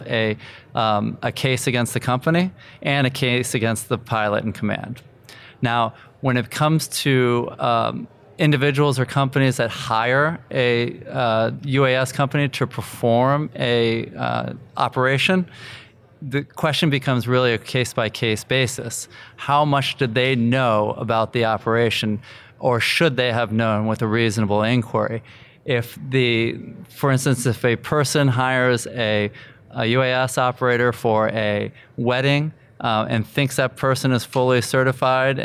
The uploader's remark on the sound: Live from the 2019 FAA UAS Symposium